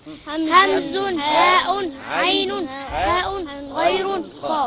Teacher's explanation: لأنها بتخرج من الحلق · Term: حروف الإظهار الحلقي